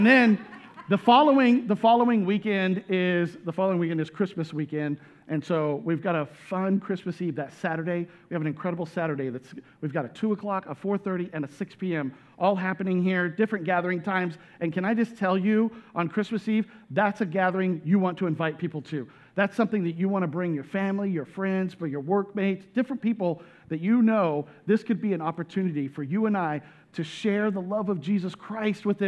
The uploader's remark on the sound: This message was recorded at a Sunday service on December 11, 2022 as a part of the Advent series, "He Shall Be Called."